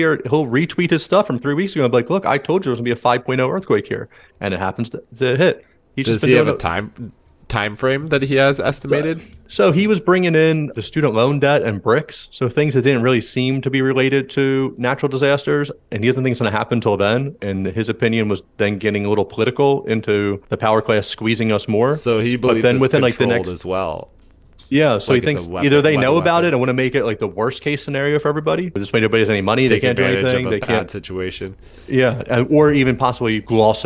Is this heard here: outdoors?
no